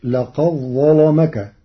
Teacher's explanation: قرأ ورش كلمتي لقد ظلمك بإدغام الدال في الظاء، فتصير لقد ظلمك مع تغليظ اللام لوقوعها بعد الظاء المفخمة.